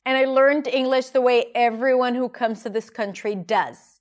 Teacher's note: The stress is on learned English, comes, country, does. · The stressed words are longer and higher in pitch, and everything in between is squeezed together and reduced.